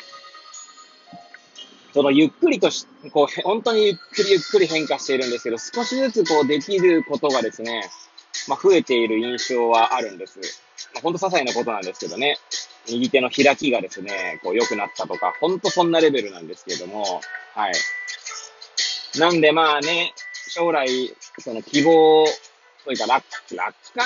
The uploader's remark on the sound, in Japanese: Airpods を付けた状態で、車中で収録しており、雑音などが入る可能性があり、ご容赦ください。